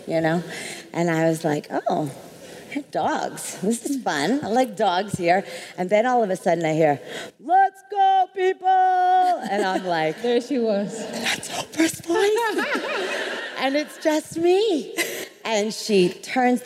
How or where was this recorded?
live audience